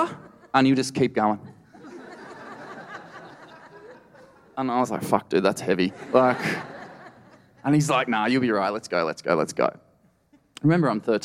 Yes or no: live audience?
yes